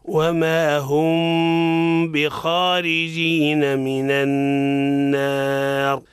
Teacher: الميم ساكنة جاء بعد حرف الباء، شو حكمها؟ الإخفاء هنا، الإخفاء مع الغنة